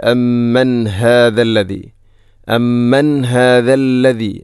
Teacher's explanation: അമ്മൻ ശേഷം ഹാഇൻ്റെ ശബ്ദം കൃത്യമായിരിക്കണം, തൊണ്ടയുടെ ഏറ്റവും അടിഭാഗം.